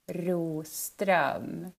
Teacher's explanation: the R is the hard part at the beginning. It's kind of rolled R, right?